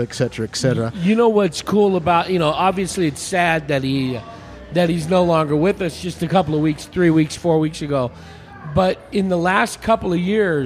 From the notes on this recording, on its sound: This episode was recorded at The Raven Café in Prescott, AZ. This episode was recorded at The Raven Café in Prescott, AZ.